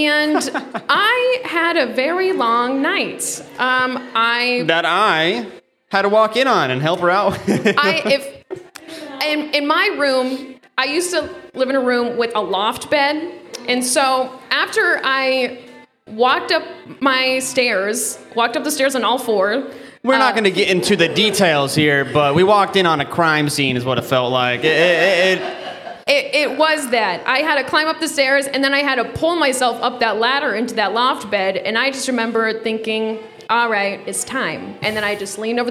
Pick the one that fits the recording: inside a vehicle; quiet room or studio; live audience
live audience